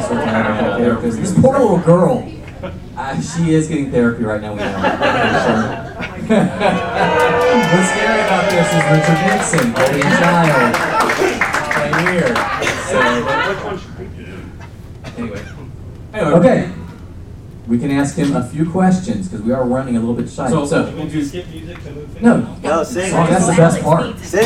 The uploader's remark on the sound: Live Show for EPCOT's 30th Anniversary in the Norway Pavilion. We are LIVE from the Norway Pavilion for our EPCOT 30th Anniversary Show.